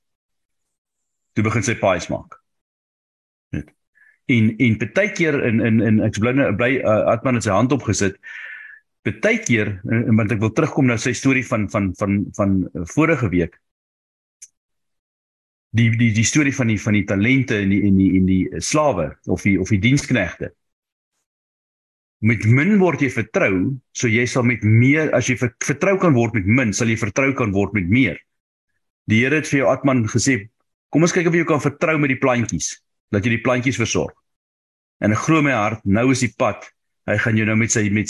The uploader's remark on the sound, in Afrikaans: Zoom Byeenkoms 3 Nov 2022. Transformasie Tafel Zoom Byeenkoms.